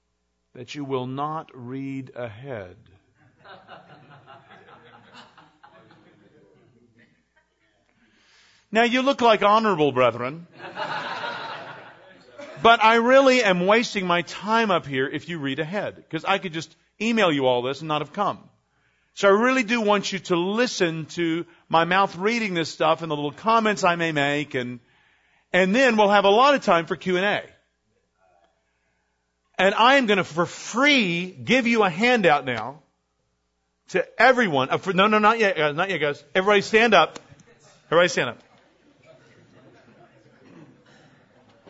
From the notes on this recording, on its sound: This message was given at the 2009 Sovereign Grace Pastors’ Conference.